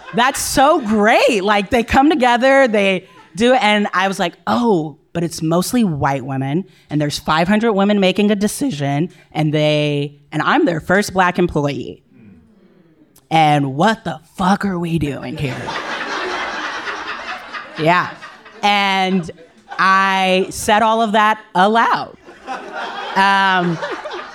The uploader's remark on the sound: LIVE in New Orleans at Essence Fest! We journey down to New Orleans during Essence Fest for Bridgespan’s very first live episode recording.